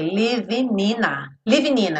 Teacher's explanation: Aqui é interessante, porque o living não vai ter som o G, certo? Então, a gente vai ligar o N do living já no in. Então, living in. E o in liga no A, Ina. Então a gente vai ter Livinina.